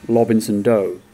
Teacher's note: But try saying Robinson Do with an L sound in place of the R